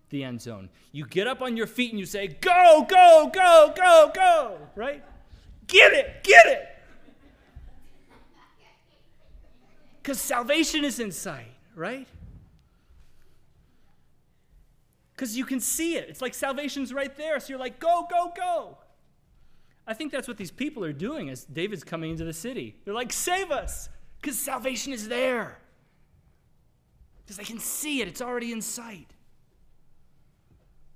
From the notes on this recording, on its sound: Sermon audio from the LBC worship service on Sunday, April 10, 2022.